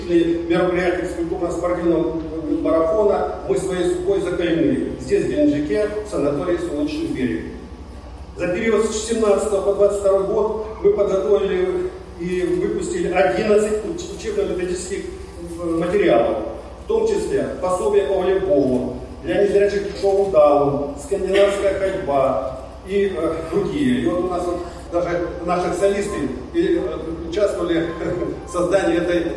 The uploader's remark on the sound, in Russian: С 26 по 29 мая в санатории «Солнечный берег» город Геленджик прошёл Физкультурно-оздоровительный фестиваль «Сильные духом!». Вашему вниманию представляем фрагмент аудиозаписи с открытия фестиваля.